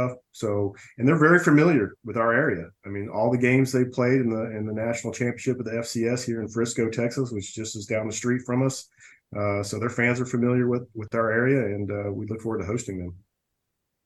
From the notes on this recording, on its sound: Zoom Press Conference.